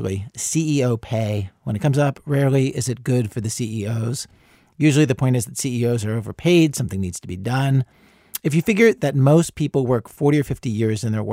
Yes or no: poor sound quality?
no